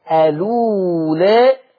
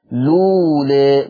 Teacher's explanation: يعني لو أنا قلت ألولا هثلث البدل 2 4 6 ألولا ألولا، يبقى أنت لو بدأت بهمزة الوصل هتثلث البدل 2 4 6. طب ولو بدأت باللام على طول لولا مالكش الا قصر فقط، يبقى بدأت باللام مالكش الا القصر ايه فقط. · Term: تثليث البدل